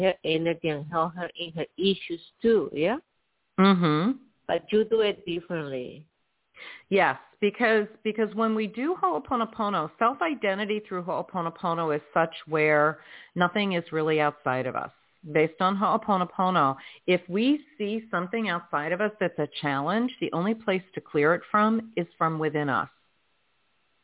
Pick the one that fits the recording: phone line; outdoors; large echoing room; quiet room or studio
phone line